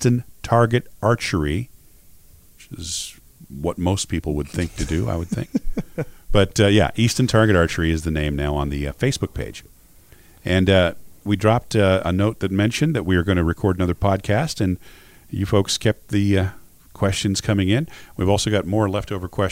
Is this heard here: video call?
no